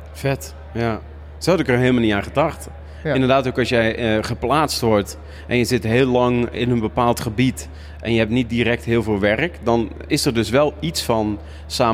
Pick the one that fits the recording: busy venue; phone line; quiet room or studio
busy venue